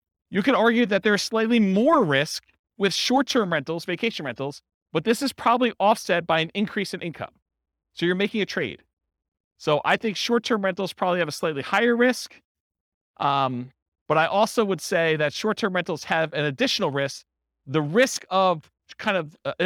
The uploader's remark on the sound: This was a live class recorded.